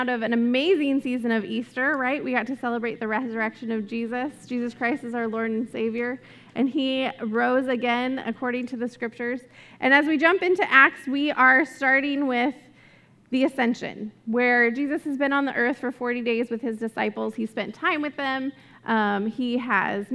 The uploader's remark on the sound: This message was recorded at a Sunday service on April 24, 2022